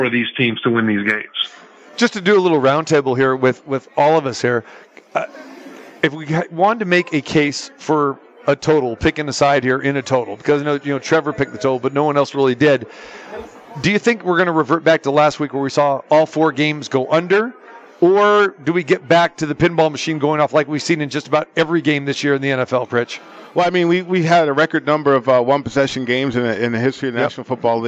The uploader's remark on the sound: Live from the Superbook at the Westgate Las Vegas